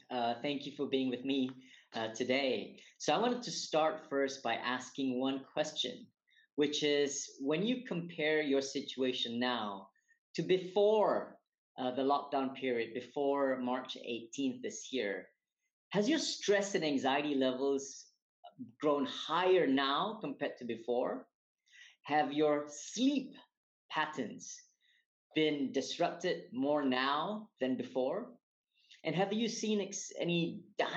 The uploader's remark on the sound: recorded webinar series